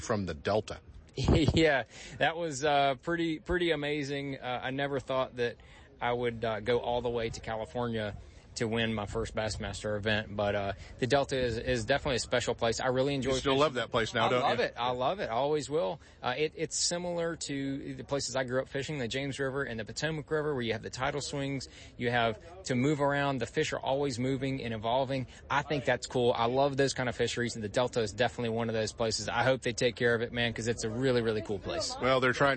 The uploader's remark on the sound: Live coverage at Bassmaster Classic